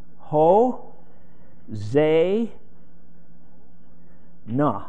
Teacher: And the accent's on the Zay.